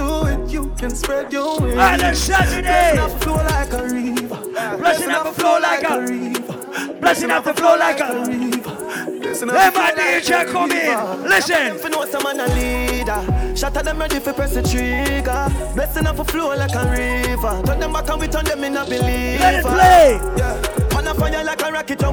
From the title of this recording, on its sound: LIVE AT ISLAND SATURDAYS ON NOV 16TH